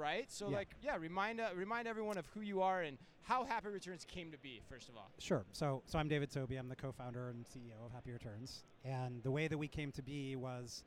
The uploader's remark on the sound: We go live from Manifest 2024